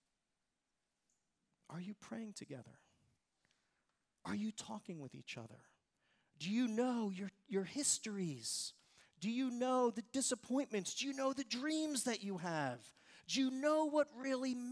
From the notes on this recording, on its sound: Recorded service from July 30, 2023.